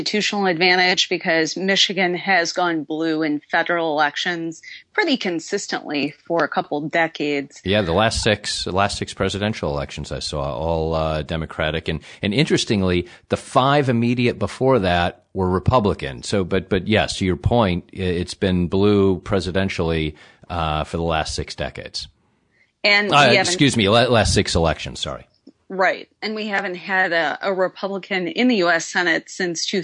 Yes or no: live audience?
no